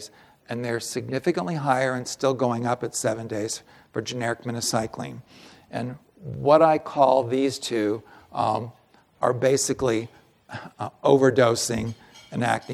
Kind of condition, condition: setting, live audience